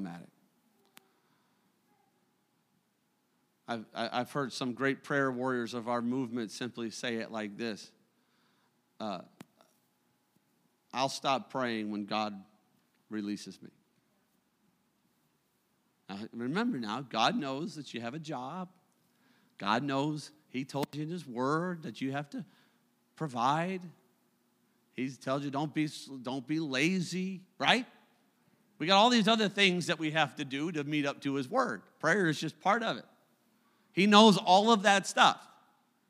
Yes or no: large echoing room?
yes